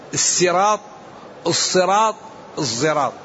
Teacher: هذا هو الأصل السين، ثم يقال له الصراط بالصاد، ثم يشم زاء الصراط